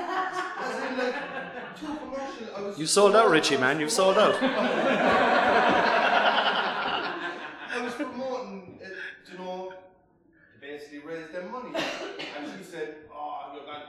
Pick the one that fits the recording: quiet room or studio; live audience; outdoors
live audience